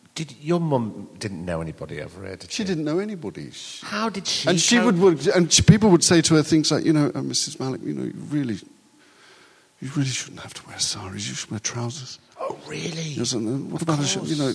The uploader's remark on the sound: We've got a recording of a live show for you this week. We went down to the York Theatre Royal and had a wonderful evening with a bunch of lovely people.